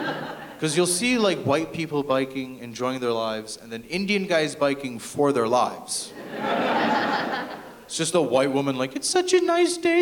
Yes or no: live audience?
yes